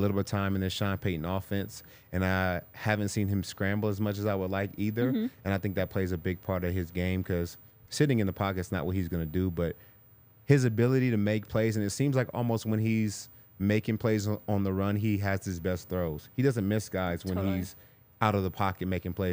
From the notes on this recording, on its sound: coming to you LIVE from the DNVR Bar